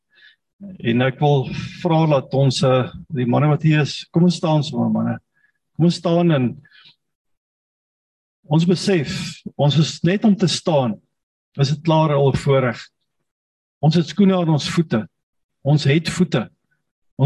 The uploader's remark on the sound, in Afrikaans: Manne van die Woord Zoom Byeenkoms.